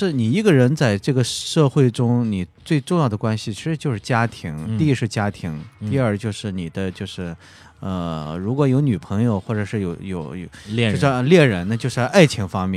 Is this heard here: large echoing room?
no